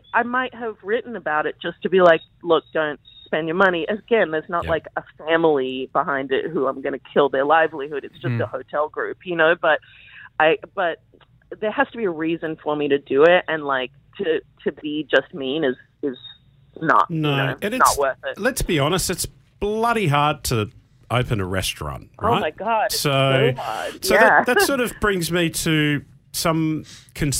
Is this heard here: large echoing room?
no